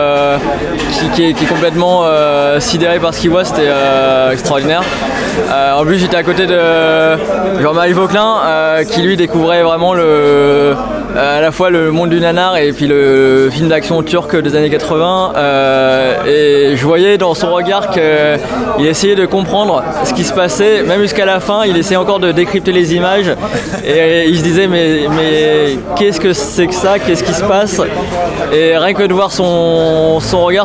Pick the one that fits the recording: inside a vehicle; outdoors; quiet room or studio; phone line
outdoors